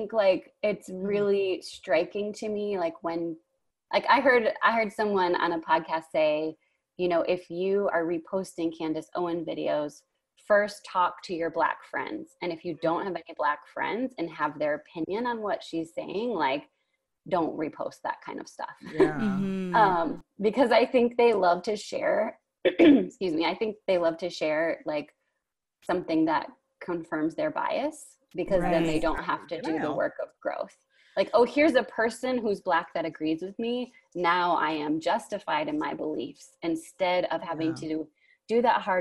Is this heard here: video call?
yes